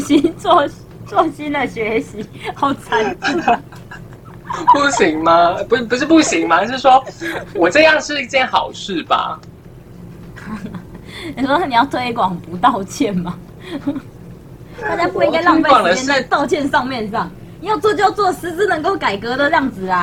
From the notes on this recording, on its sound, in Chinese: 首次嘗試遠距離錄音，音質比我們想像中的慘烈